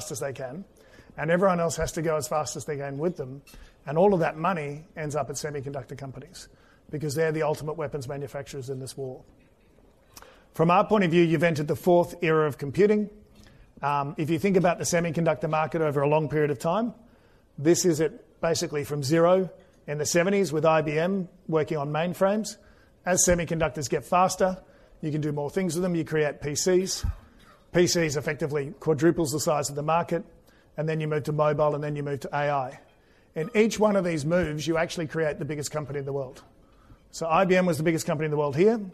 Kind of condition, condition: setting, busy venue